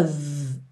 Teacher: E of, essa outra preposição muito parecida, mas que tem um F só. E o som dela é of, com um sonzinho de V, tá vendo?